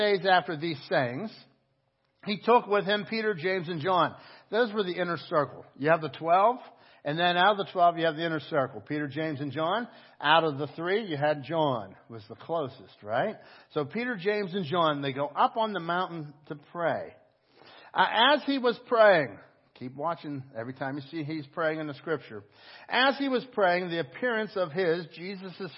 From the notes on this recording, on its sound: Crossroad Ministries Live Service.